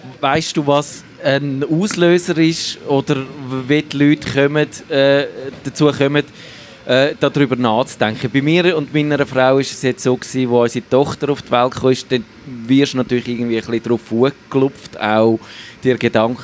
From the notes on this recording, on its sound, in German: live aus der Music Esse Bar, man vom nahen Bahnhof her das pulsierende Leben hört